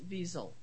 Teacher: It's like with a Z sound, not an S. The way he did it, but it's not Zell; it's Weasel. · The accent is on the first syllable, not the second.